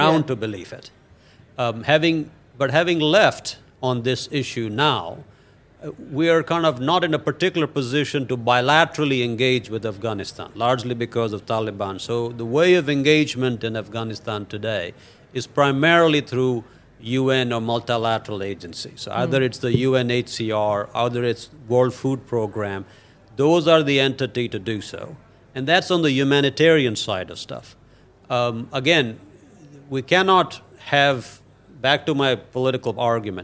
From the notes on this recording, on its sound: held at the Raisina Dialogue in New Delhi, March 2023